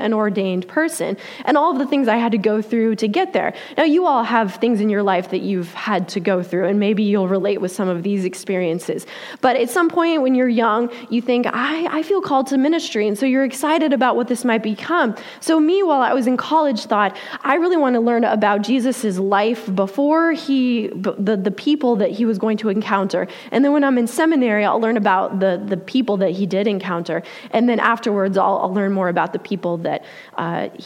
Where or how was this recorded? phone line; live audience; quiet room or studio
live audience